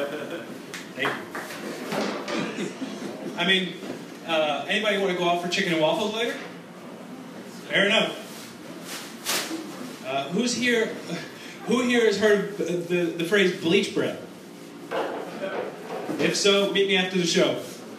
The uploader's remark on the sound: on stage AT BrainWash Café SF, CA March 30th 2016.